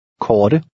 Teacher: The T sounds like a cross between the English T and D.